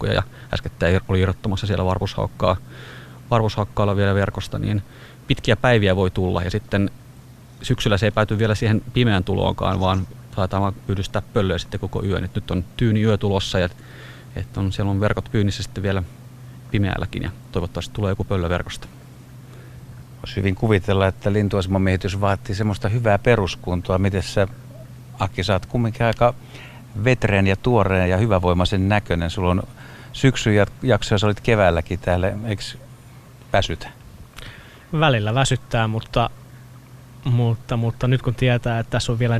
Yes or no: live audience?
no